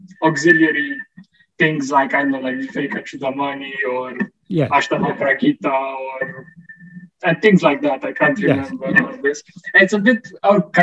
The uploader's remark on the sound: In a Zoom meeting on 18th May 2022